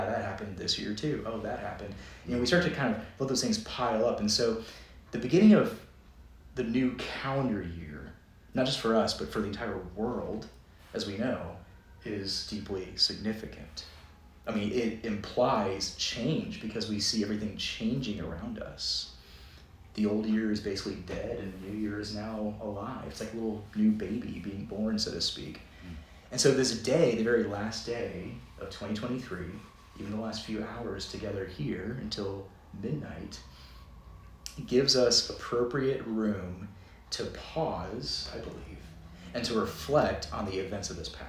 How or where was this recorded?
large echoing room